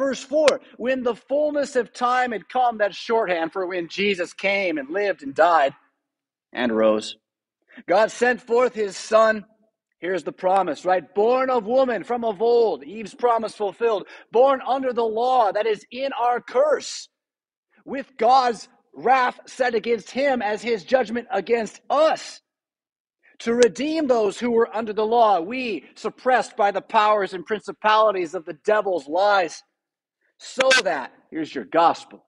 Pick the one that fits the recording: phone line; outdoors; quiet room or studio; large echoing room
large echoing room